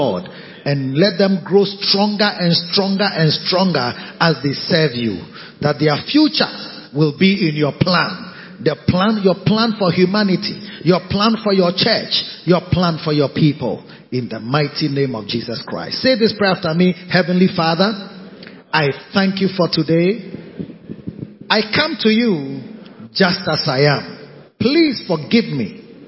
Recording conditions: large echoing room